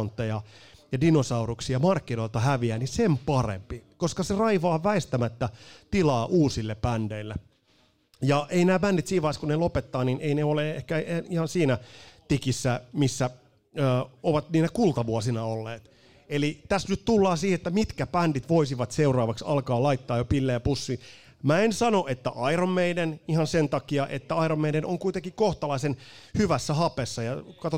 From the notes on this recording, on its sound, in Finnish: Jakso on tallennettu sataprosenttisesti livenä elävän yleisön edessä Ravintola Bar'kkissa.